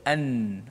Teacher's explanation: kalau hujung lidah kita lekat pada makhraj nun, ha, macam kita baca an, ha, itu tidak tidak dipanggil ikhfa, itu izhar. An, an, Ha, jadi kita nak kena sembunyikan hujung.